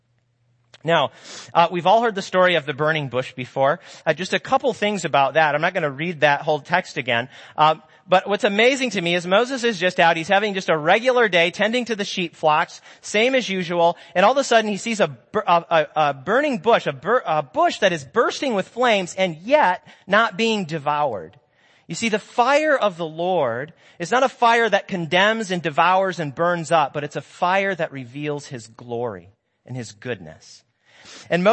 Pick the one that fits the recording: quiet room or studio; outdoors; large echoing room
large echoing room